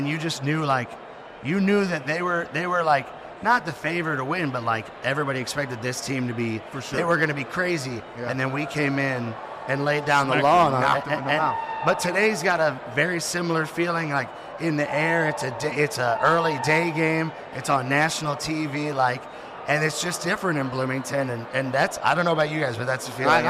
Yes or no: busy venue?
yes